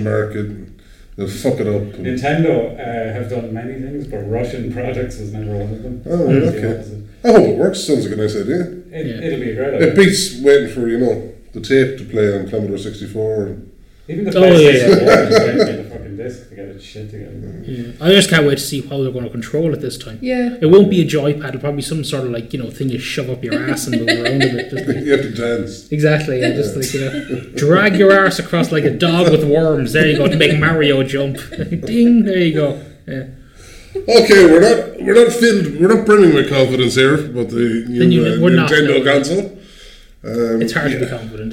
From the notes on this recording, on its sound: This was recorded in a much bigger room this time due to preparations for The Galway Games Expo. As a result of this, the recording may contain a lot more reverb than usual.